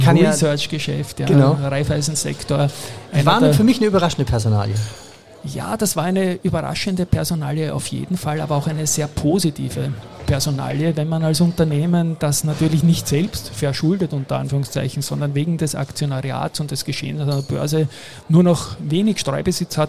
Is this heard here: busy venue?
yes